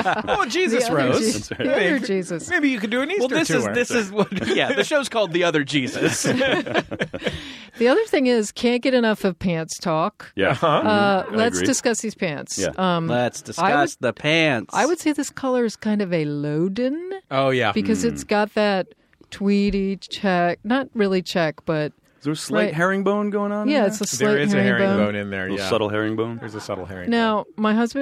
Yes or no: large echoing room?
no